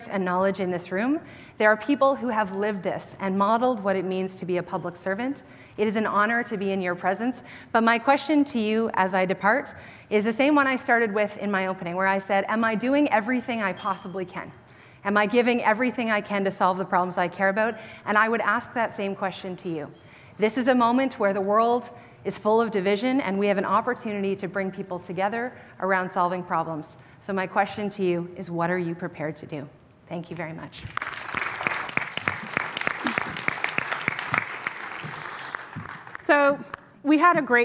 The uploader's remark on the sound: Next, they were asked to defend their case before the Empire audience. This was a rare public opportunity for our audience to hear all of the candidates on one stage.